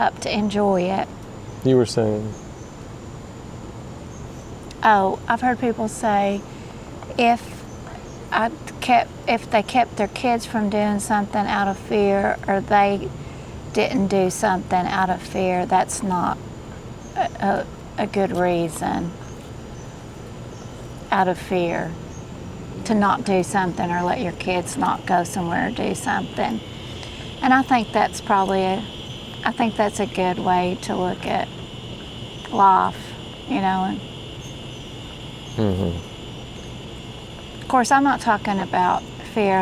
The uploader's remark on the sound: Myrtle Beach South Carolina KOA sitting around the campfire roasting marsh mellows